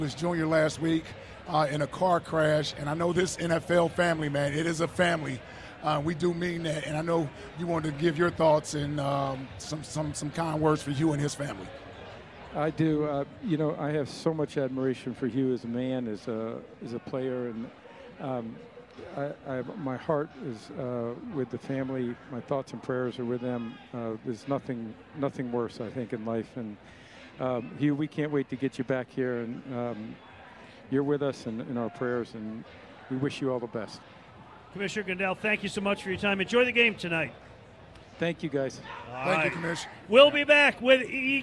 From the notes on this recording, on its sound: Live from Lincoln Financial Field.